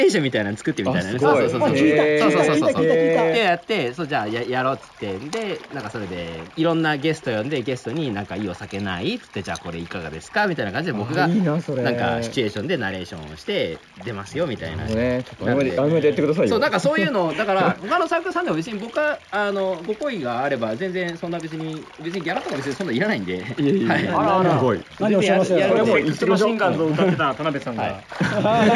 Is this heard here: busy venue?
yes